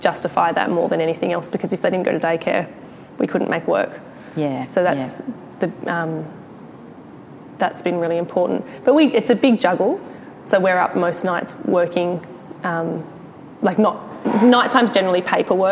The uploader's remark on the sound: Recorded in front of a live audience at Newcastle Art Gallery.